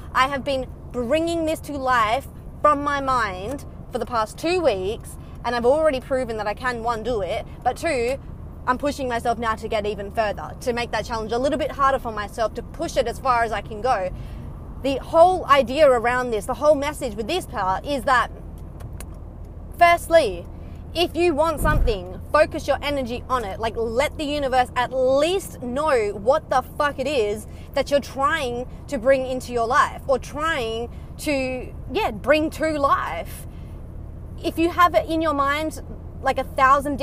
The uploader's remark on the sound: Casual chats while driving home from work